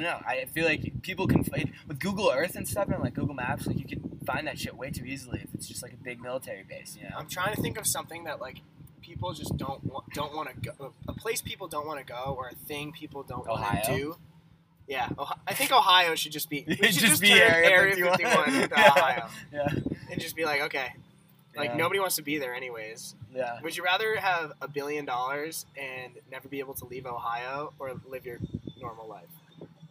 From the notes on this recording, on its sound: Recorded on a boat.